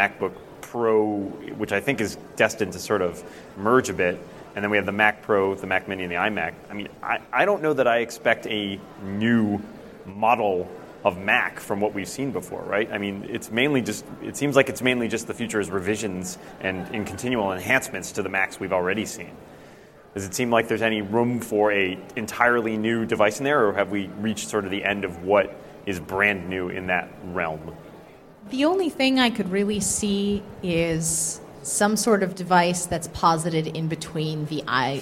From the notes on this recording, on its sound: A panel at Macworld|iWorld 2013.